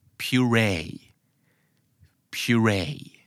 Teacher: stressที่พยางค์ที่สองนะครับ